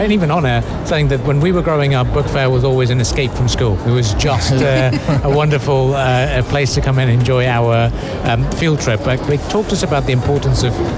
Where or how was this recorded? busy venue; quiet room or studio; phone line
busy venue